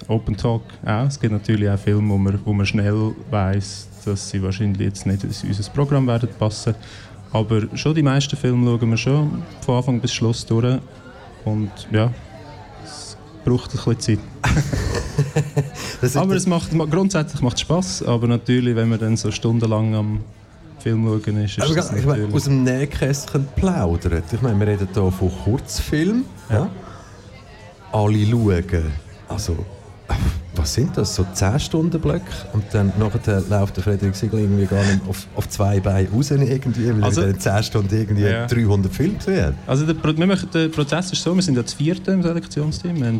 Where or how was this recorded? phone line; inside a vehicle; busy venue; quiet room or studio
busy venue